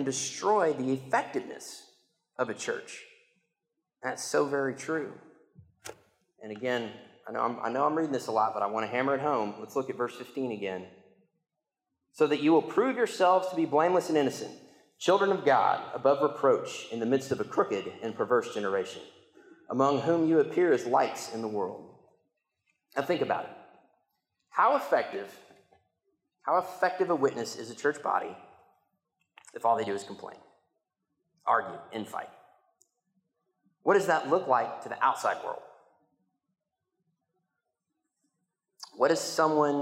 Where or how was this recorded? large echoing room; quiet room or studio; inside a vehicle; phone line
large echoing room